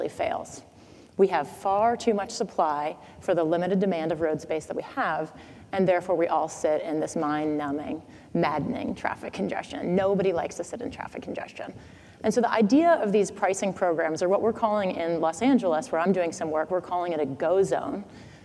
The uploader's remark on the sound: The best of live interviews from GreenBiz events.